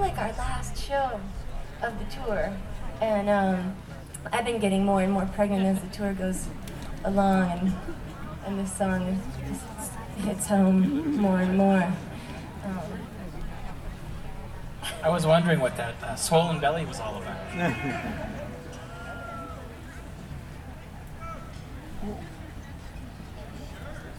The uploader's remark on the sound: Podcast - recordings from Nelsonville Music Festival, 2013. Recordings I made at this year's Nelsonville Music Festival.